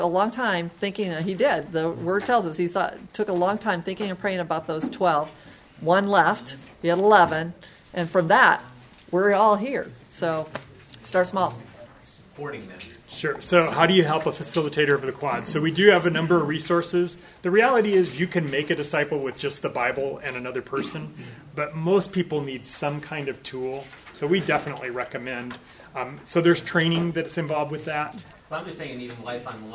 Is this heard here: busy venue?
yes